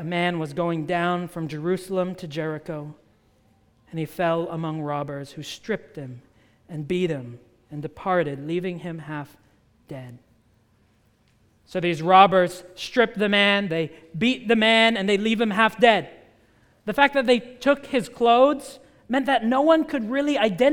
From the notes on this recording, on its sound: at the United Christian Church of Dubai